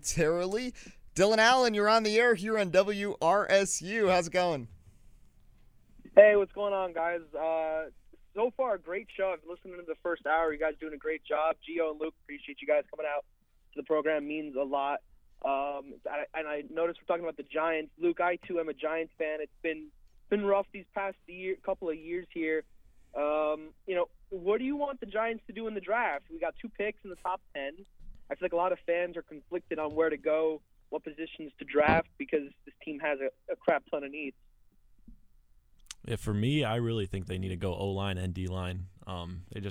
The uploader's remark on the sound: The listeners of WRSU Crew called. Surprise calls come in both locally and across New Jersey!